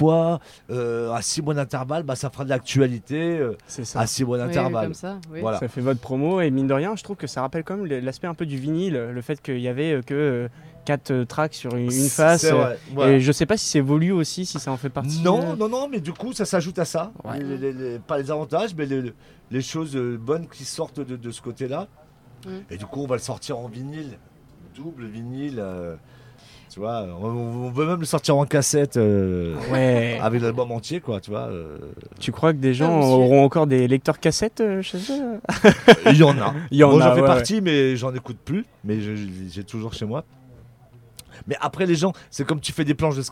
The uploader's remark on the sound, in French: Interview dans la Mystery Machine de Radio Pulse. Sur le festival des Bichoiseries.